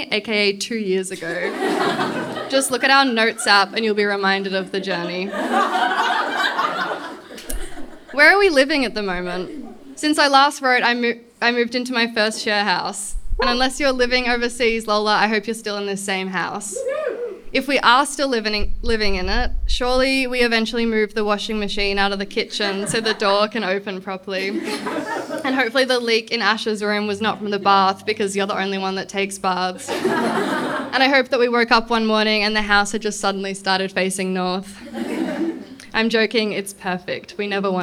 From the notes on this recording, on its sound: This episode was recorded live at the Brunswick Artists Bar.